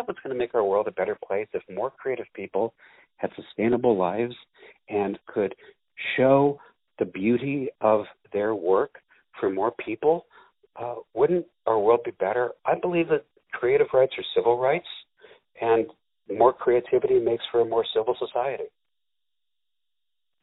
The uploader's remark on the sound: On the phone